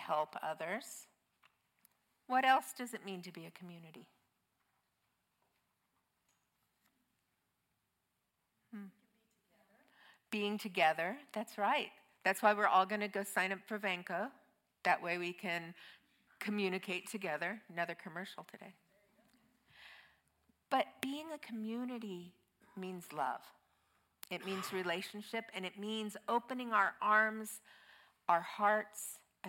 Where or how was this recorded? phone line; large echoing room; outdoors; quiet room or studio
large echoing room